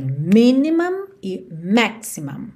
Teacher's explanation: E essa sílaba que tem o M e o M é a última sílaba. E as sílabas tônicas são as primeiras nessas duas palavras.